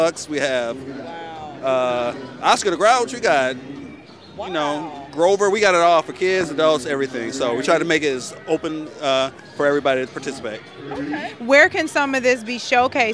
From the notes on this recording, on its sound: Exposed The Podcast traveled the Summerfest Grounds collecting live audio footage from several vital participants.